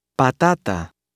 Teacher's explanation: When it appears between two vowels, Spanish T uses full dental pronunciation, not a short pronunciation as occurs in English matter.